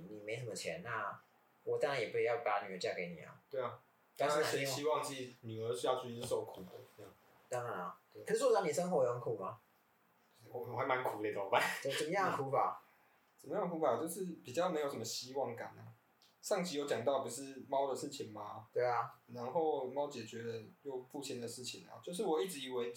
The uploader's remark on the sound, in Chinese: 使用環境音較敏感的設備，音質不好請見諒。收音品質，我們正在努力。